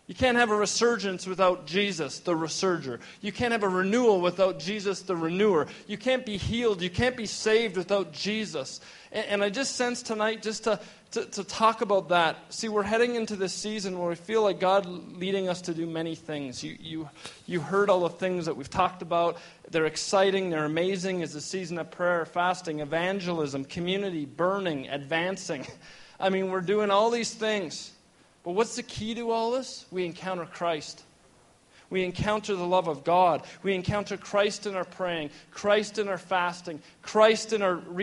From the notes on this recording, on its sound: we gathered at Victory Church on the Rock in Edmonton, AB for our first Resurgence gathering of the fall!